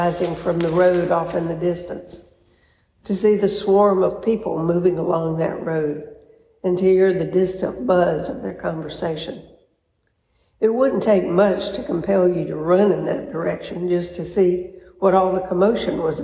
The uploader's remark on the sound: A recording of the Vespers service at Christ Episcopal Church (Valdosta, Georgia)